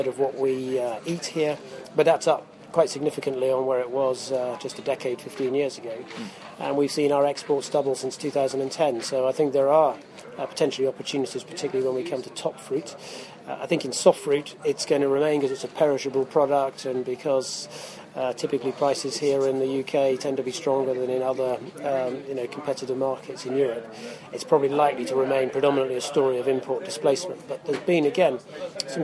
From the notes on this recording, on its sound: report live from Fruit Focus 2015 in Kent